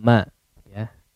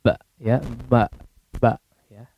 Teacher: Ma ya. Kalau tidak dialirkan ke hidung ya maka akan jadi ba. · Shown in: second take · Ba ya, ba ba ya.